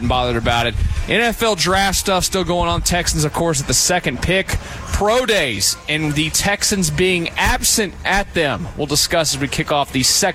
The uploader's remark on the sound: Live from Cactus Cove. A special episode broadcast live from the Cactus Cove crawfish boil.